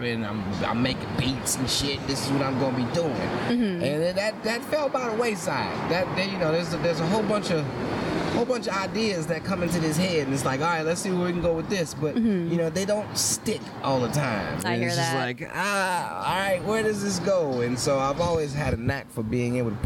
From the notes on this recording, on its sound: outside our home for poetry, Avant Garden.